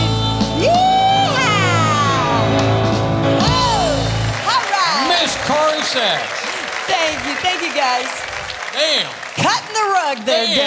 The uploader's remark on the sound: Live at the SouthPoint Casino